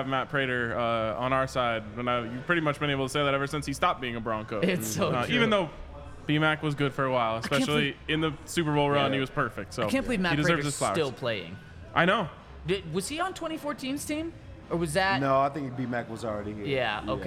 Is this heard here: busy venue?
yes